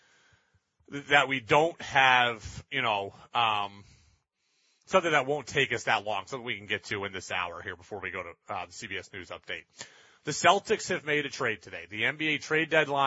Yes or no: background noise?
no